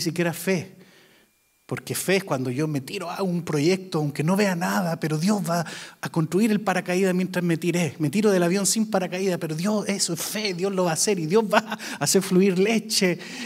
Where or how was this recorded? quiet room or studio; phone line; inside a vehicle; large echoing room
large echoing room